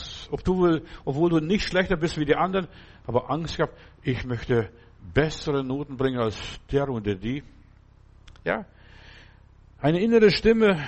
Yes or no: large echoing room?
yes